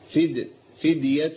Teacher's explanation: الدال عندي مقلقلة بس ما عملش بمبالغة فيها